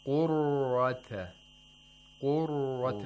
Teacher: For tafkhim, we want the tapping followed by the dragging sound.